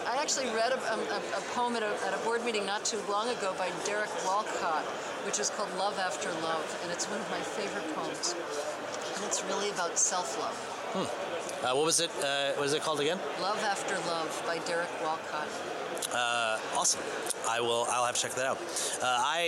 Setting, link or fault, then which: setting, busy venue